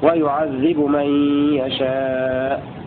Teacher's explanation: يقرآن برفع الباء وإظهارها